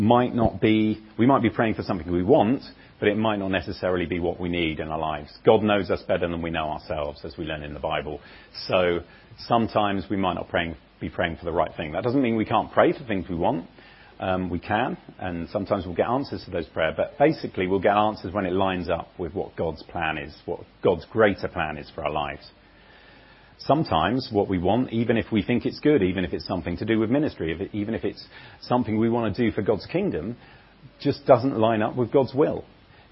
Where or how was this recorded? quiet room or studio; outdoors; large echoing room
large echoing room